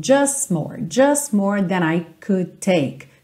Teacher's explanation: Você dá uma alongadinha no S e já junta na próxima palavra. Então, just more than I could take.